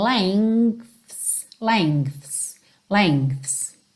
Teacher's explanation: se você reparar na fala dessa palavra propriamente dita, você tem um G bem levinho